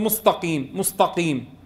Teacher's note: بفخم السين والتاء ونتيجة التجاور مع القاف